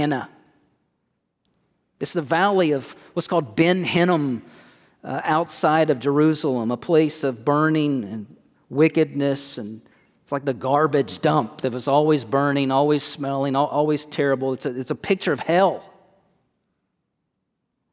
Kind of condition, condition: setting, large echoing room